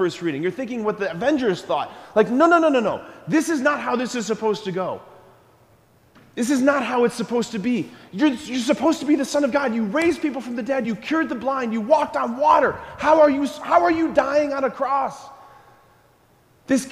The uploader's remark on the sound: School Mass. Preached this homily on January 11, 2024 at Sacred Heart of Jesus Catholic Church in Wadsworth, OH.